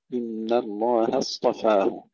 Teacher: قال إن الله، مرة أخرى ترقيق النون والهاء، إن الله اصطفاه، وهنا نركز على ترقيق الهاء لأن بعدها الصاد مفخمة